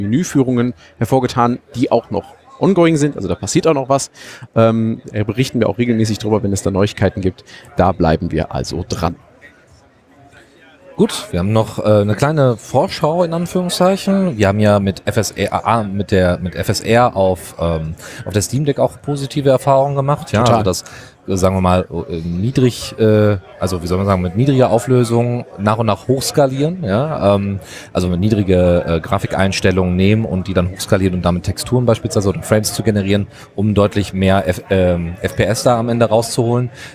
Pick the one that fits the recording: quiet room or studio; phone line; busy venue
busy venue